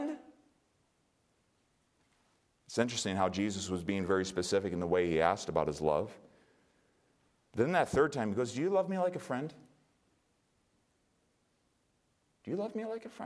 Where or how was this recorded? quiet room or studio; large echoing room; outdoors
large echoing room